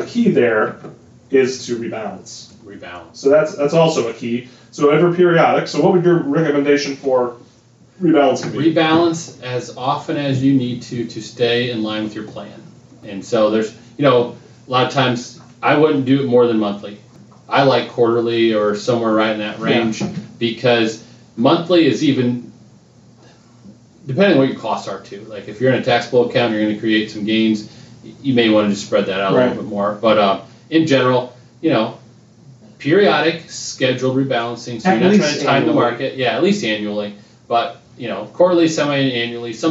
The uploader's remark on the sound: Please forgive any audio irregularities. There were some technical difficulties while recording.